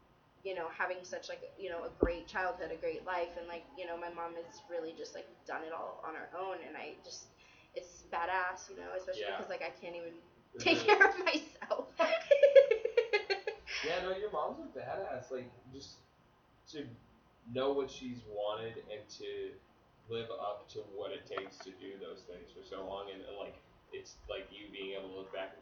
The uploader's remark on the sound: Audio/Sound Probs - BEWARE